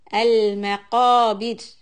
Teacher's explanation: Here, when we are stopping on letter ra, it's going to be soft. When there's a kasra and we have a ra sukun, we make the ra soft. So keep the tongue down.